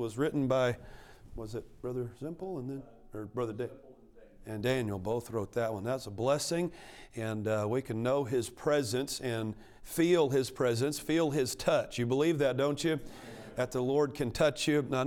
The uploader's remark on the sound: A message preached from the chapel platform of Baptist College of Ministry.